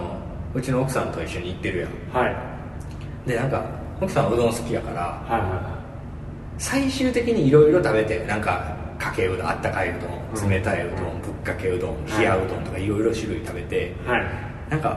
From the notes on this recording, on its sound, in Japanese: 渋谷のとあるスタジオで録りましたが、ものすごく反響しております。